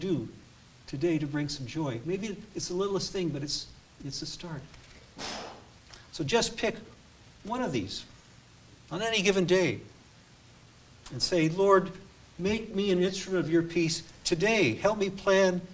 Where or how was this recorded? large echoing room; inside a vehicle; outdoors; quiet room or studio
large echoing room